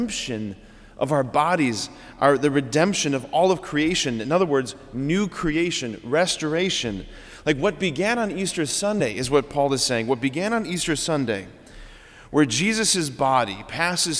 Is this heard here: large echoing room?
yes